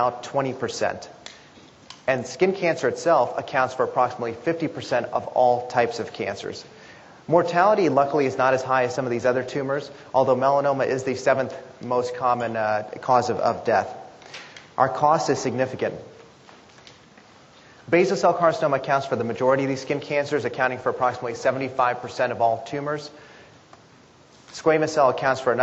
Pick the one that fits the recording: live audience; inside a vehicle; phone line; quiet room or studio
live audience